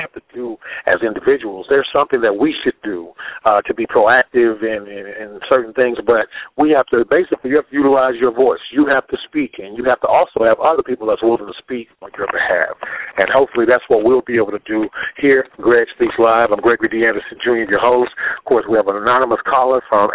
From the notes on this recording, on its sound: The Federal Prisoner had a hand held cell phone which isn't permitted on the premises but while being heavily guarded managed to call into my live radio podcast to share his story.